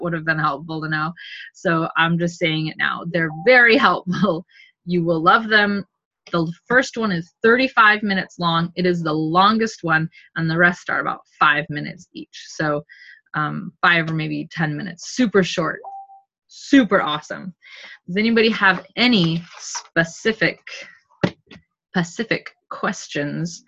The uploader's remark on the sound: Second oldest Zoom call we recorded